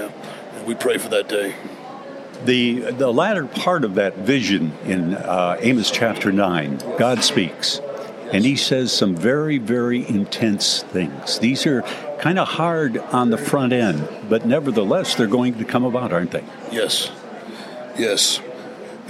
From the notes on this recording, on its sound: As we continue to enjoy the ministries of a number of Bible teachers at a conference in northern Minnesota.